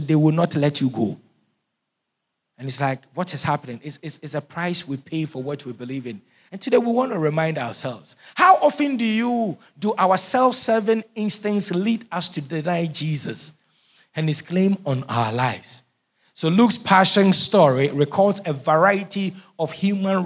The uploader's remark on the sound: Sermon preached at CBC Shiashie Campus